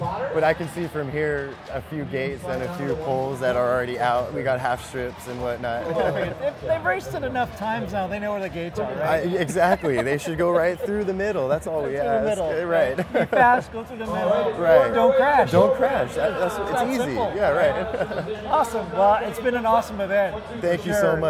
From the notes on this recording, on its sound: The Drones Garage team had the awesome opportunity to go to GE2.live and do coverage for the drone racing event. More coverage and interviews with Pilots and Vendors that were at the event. GE2.live was held at the WAMU theater in Seattle, WA.